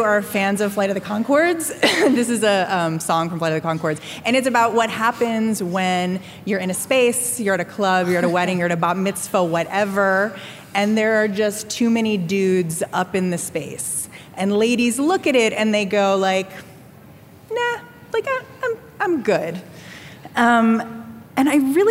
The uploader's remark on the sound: Werk It: The Podcast is a compilation of some of the best moments from the live event.